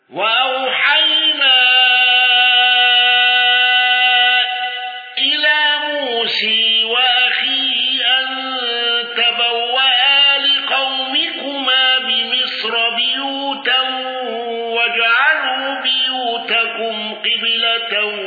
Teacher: خلف عن حمزة بالإشباع وإمالة موسى والسكت على المد المنفصل وترك الغنة